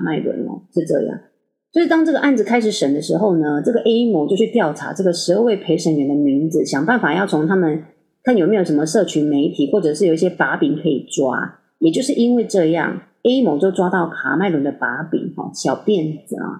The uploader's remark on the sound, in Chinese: 這次錄音設備 真的～～發生了一些狀況。還是一樣音質非常差。我要重新添購麥克風了。